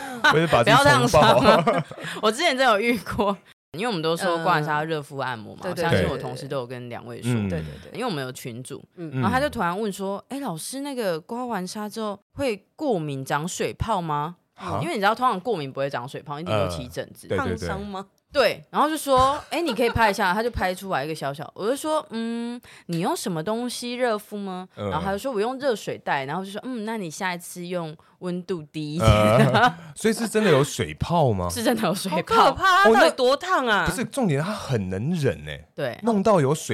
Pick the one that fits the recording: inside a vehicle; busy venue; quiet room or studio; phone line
quiet room or studio